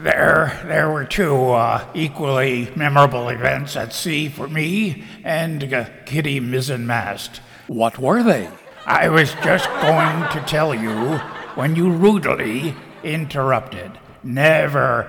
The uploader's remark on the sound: Live from the Stranded Theater in New York City.